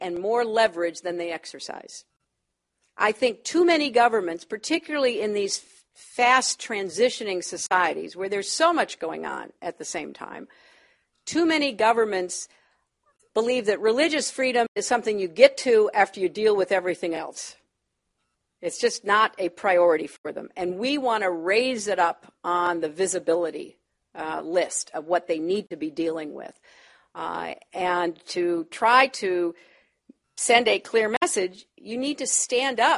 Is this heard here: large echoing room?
yes